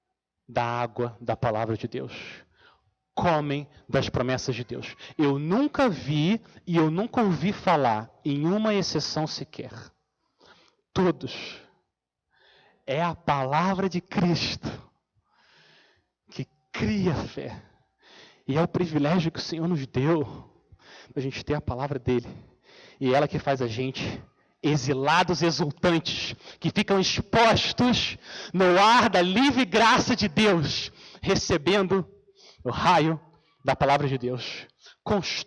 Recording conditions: large echoing room